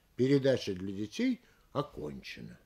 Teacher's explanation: Делаем понижение на последнем слове.